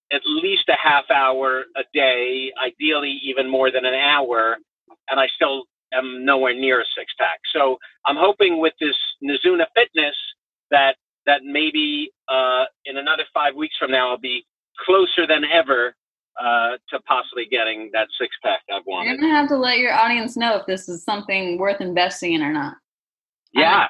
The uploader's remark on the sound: calls in from the car